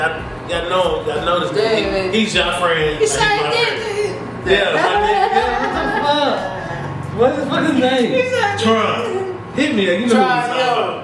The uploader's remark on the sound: Off The Top Podcast Live at The Hemp Essentials.